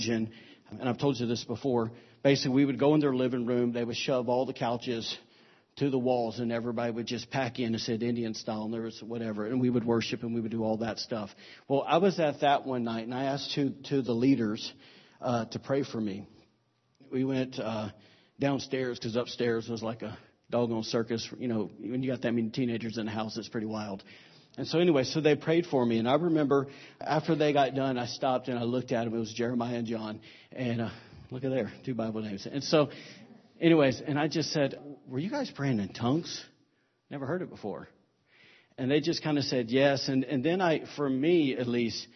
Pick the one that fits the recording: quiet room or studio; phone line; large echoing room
large echoing room